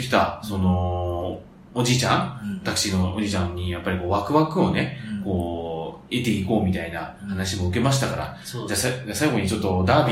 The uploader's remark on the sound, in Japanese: 1ヶ月ぶりの収録は久々に対面で！録音環境の都合上、少々聴こえづらく感じるかもしれません。